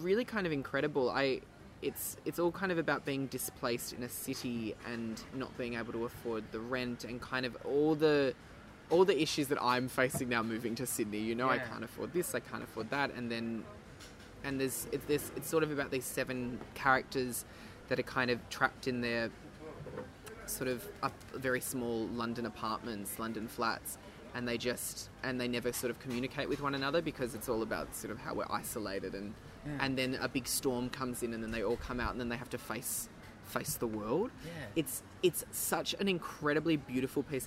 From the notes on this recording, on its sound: In this special outdoor edition.